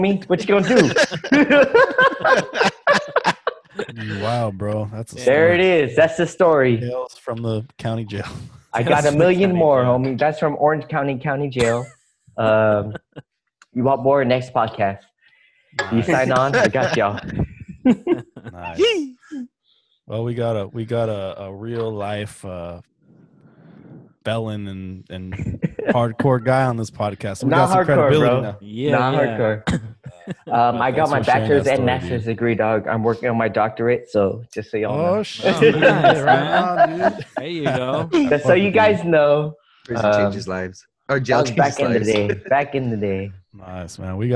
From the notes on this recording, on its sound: For the first time the guys get together through Zoom because of COVID-19.